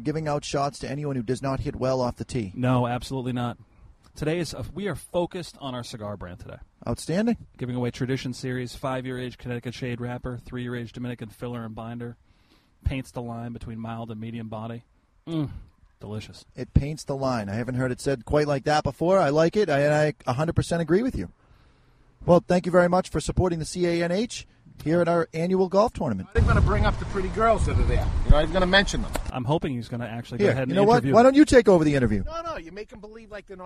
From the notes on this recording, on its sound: We're live at the first annual CANH (Cigar Association of New Hampshire) Golf Tournament at Amherst Country Club in Amherst, NH